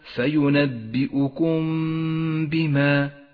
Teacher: أخف الميم الساكنة بالباء، وقف عليها بغنة زمنها حركتان، ولذلك ميزها لك مصحف التجويد باللون الأخضر إشارة إلى موقع الغنة. · Term: الإخفاء الشفوي